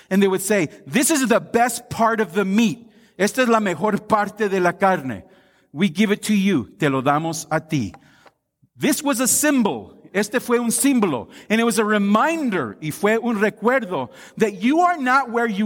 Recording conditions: large echoing room